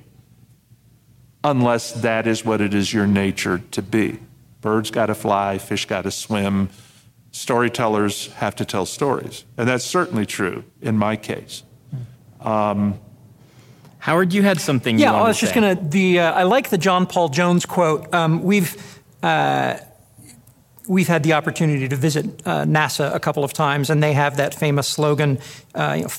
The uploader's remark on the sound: This episode was recorded live at NASFIC.